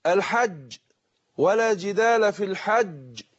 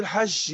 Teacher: مشايخنا كانوا يقولوا ان انت عشان تنطق الجيم صح، مسألة تقريبية طبعا، ان انت اللي بتكون الجيم تعطيش الجيم قريب للدال اقرب منه للشين